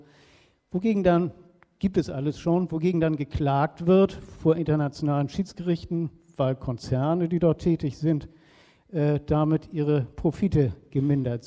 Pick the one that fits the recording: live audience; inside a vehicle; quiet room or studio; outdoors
live audience